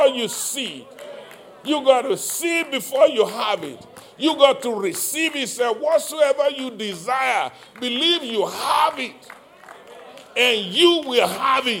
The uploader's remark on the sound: Live-recording.